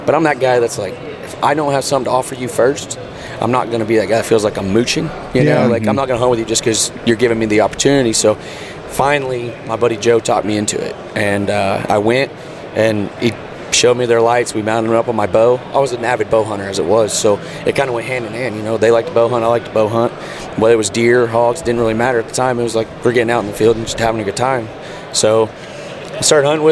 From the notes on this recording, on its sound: in the Treezyn Booth at the Great American Outdoor Show in Harrisburg, PA.